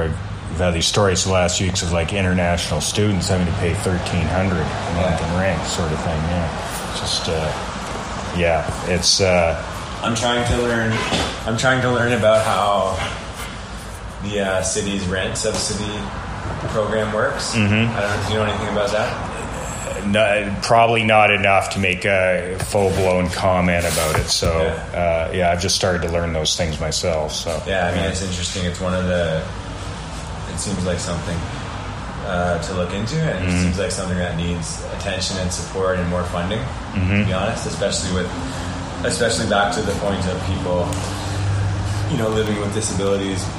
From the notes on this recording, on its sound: Gave me an in-person interview at the Commerce Building at 1291/2 Hunter St., the closest I have been in any literal sense to the Corner of Hunter and George yet for any interview. Apologies beforehand, but you can unfortunately hear our neverending battle with one truck outside the windows, plus the usual downtown noises.